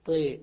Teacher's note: فيجوز لك في فتحة الطاء الإمالة، بدل ما تقول طاء تقول طي، من المطر وصلا ووقفا، سواء وصلت أو وقفت تميل.